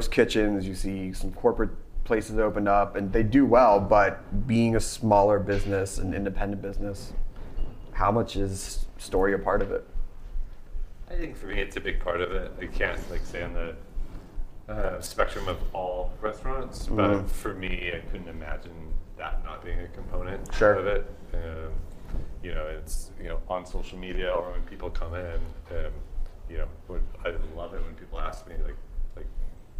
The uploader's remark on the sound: Snacky Tunes Salon Live at ChowNow. This week we kicked off Snacky Tunes Salon, our new live series in partnership with ChowNow .